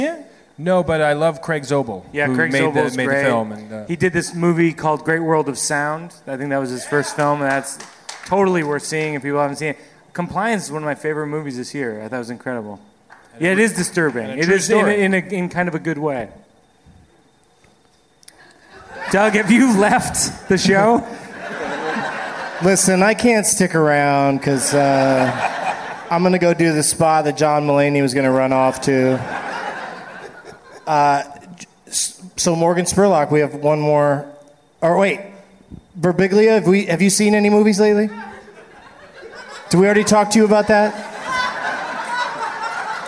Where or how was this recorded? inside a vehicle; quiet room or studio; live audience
live audience